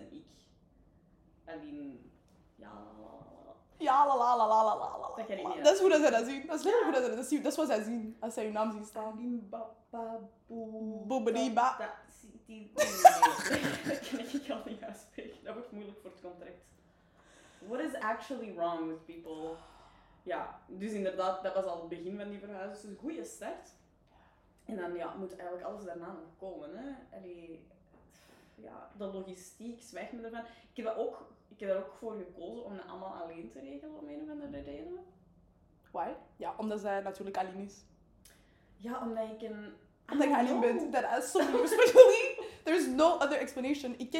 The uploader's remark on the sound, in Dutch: Helaas hebben we ondervonden dat er wat is misgelopen met de audio.